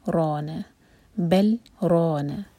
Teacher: ہم اظہار کریں گے اور پھر پڑھیں گے رونا بل رونا رو پر فتح تو رو ہیوی اور الف ساتھ میں ہے تو مد طبعی رو نا نون لائٹ اس کو نو نہیں کہنا یہ ہے · سخت کی وجہ سے لام پر ہم اظہار کریں گے